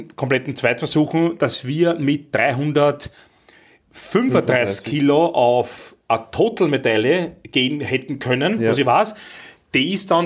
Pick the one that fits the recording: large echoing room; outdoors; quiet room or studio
quiet room or studio